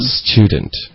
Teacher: 你确实可以发 student，可以用一个 t 跟 u 变成 chu 的发音 · Term: 英式的口音